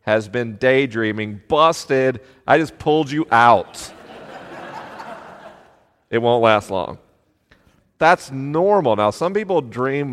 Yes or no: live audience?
yes